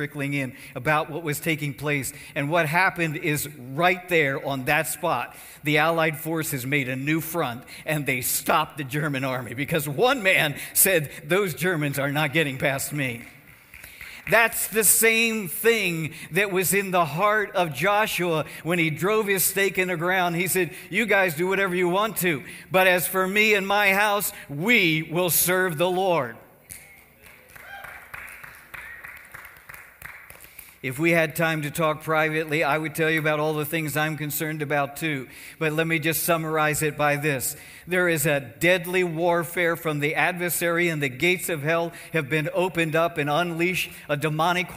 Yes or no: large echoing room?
yes